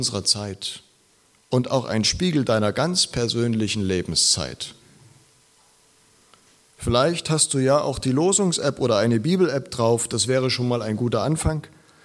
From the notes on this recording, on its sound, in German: Predigt aus der LKG Rostock